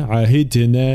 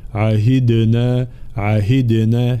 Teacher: الدال شديدة مجهورة مقلقلة هنا